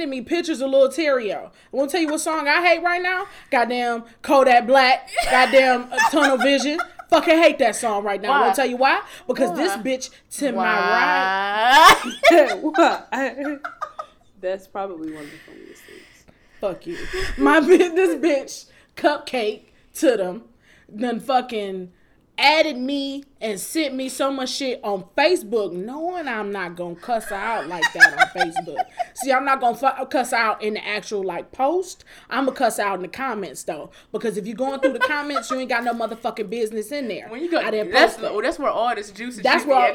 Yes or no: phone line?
no